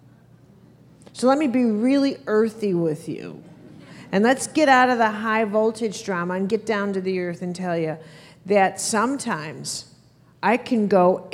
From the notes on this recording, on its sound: Keynote from the Being Fearless Conference, NYC 2004